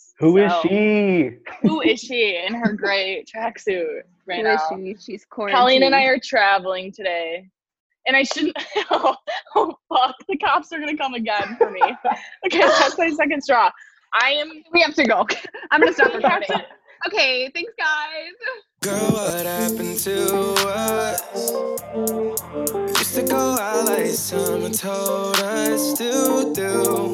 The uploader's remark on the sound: The girls finally figure out technology and have their first ever zoom date.